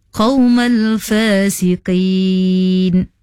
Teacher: makhraj huruf qa, huruf isti'la, hendaklah dibaca tebal. tadinya baca qawmal fasiqin, nya baca nipis seakan-akan huruf kaf, tapi pada asalnya itu adalah huruf qaf, tebal.